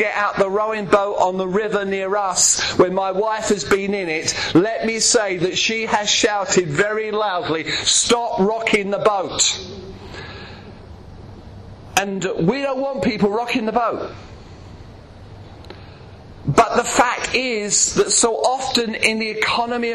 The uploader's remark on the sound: preaching at Clacton Elim Pentecostal Church